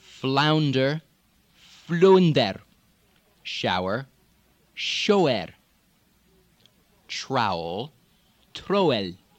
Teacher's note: The ow almost becomes oh, oh, because of the pursing of the lips.